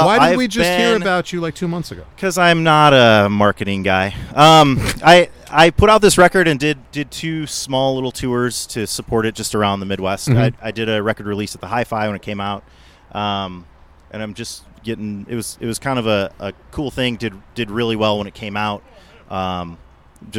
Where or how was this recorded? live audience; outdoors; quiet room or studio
outdoors